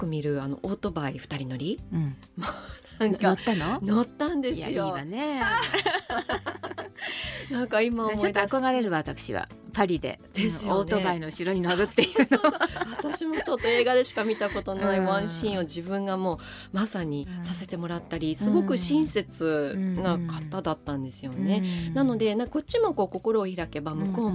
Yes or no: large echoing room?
no